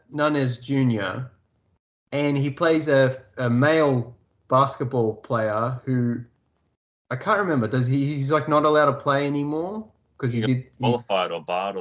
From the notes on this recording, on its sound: do a Skype call